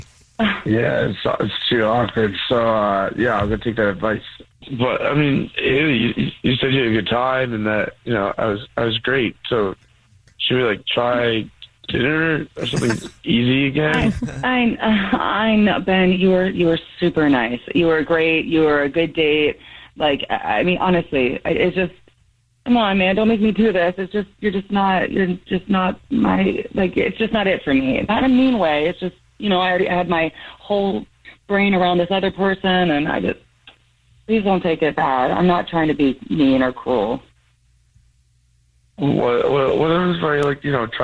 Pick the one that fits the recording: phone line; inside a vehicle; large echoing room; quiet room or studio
phone line